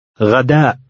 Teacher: Remember to include a glottal stop at the end of the word.